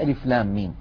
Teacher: لام تتألف من لام مفتوحة بعدها ألف بعدها ميم ساكنة، وبعدها في النطق ميم. · Term: مد لازم حرفي